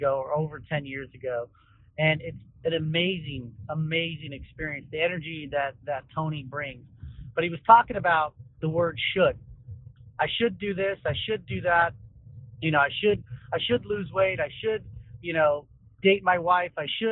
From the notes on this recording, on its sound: joins us live from his car on the road